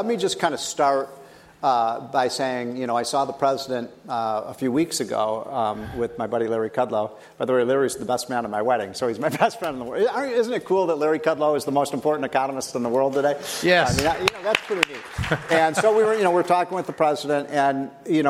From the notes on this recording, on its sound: at a conference with conservative leaders